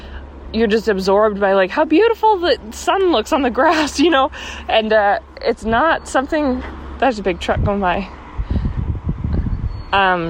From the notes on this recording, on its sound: Another walking episode!